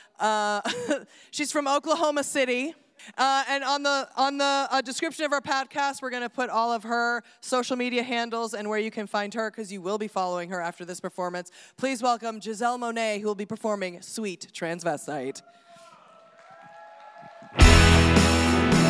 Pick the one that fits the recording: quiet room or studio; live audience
live audience